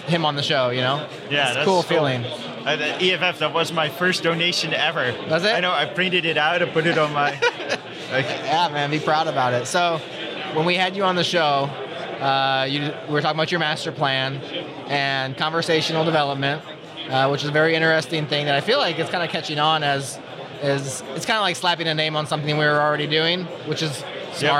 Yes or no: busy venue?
yes